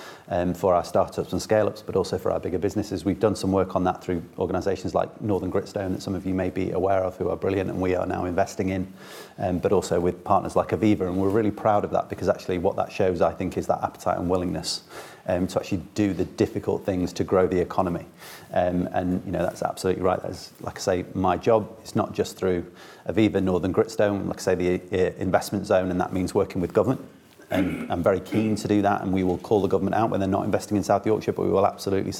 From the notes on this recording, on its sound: Audio recording of event held at the Institute for Government, 16 January 2024.